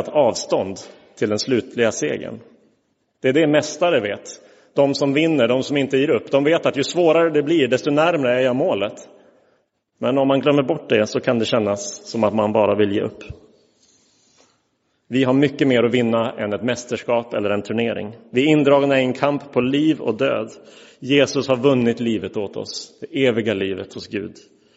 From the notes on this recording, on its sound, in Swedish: Inspelad i Roseniuskyrkan den 2 oktober 2022.